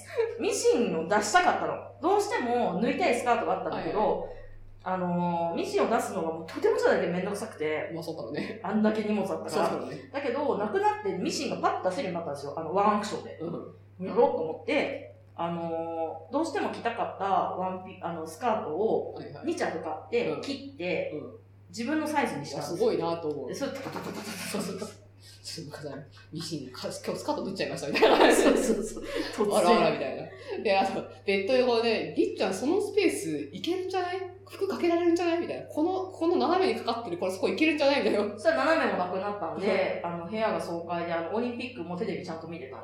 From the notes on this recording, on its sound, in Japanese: 今月ちょっと音質が悪いです。